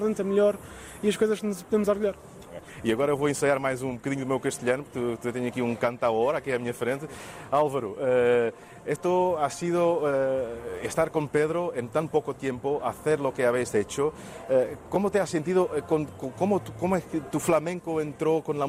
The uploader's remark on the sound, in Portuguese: Em direto do Festival MIL